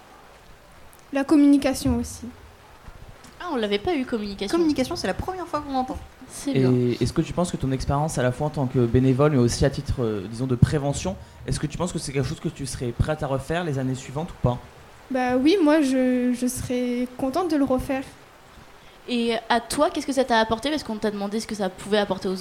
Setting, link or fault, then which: setting, busy venue